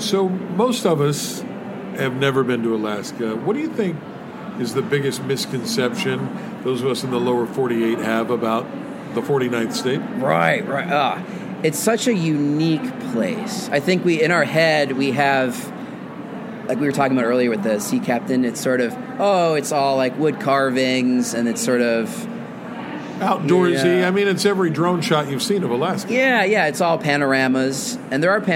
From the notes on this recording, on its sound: This week the show comes live from the American Library Association's annual conference in Chicago.